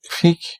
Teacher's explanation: It's aspirated P, I think.